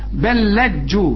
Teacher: لام بدون تشكيل، بتخش في اللام اللي بعدها بتبقى لام واحدة، لكن إذا وقفت تقول بل، وإذا بدأت تقول لجو، دي